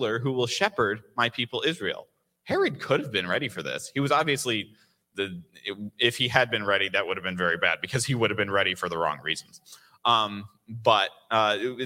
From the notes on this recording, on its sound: recorded live on December 4th 2022 at Newark United Pentecostal Church.